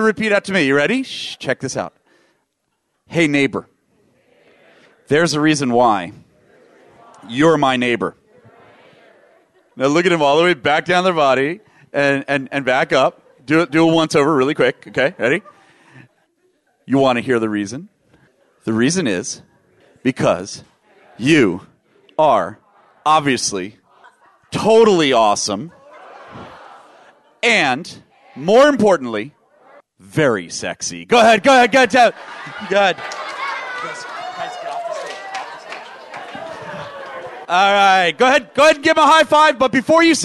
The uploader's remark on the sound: VoiceAmerica Talk Radio Live from NetMob Premiere™